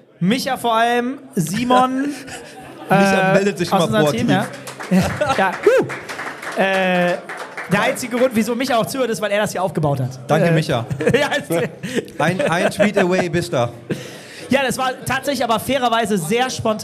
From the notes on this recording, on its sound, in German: Live at The Circle. Und welches Setting könnte besser sein für die Aufnahme zu diesen Themen als eine Live-Session direkt auf der B2B-LAN The Circle. Außerdem gibt es einige spannende Interaktionen mit dem Publikum bei The Circle.